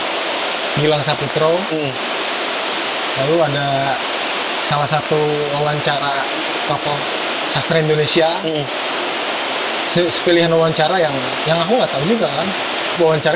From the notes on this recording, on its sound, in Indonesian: obrolan ini juga kami rekam di Kedai Loe Min Toe sehingga suara aliran sungai yang deras di belakang kedai mungkin cukup mengganggu pendengaran